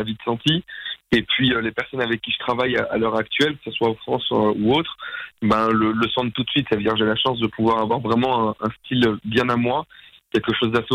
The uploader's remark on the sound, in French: On a passé un moment au téléphone